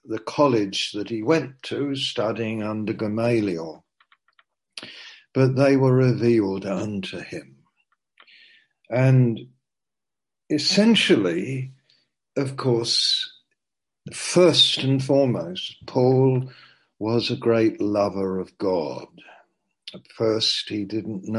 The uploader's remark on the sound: Zoom - Teign Valley Sessions